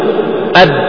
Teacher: فتجد الباء تنطق شديدة وربما صاحبها رنين لشدة إطباقه عليها، ويكفيه عند أدائها أداء صحيحا أن يطبق شفتيه إطباقا رفيقا.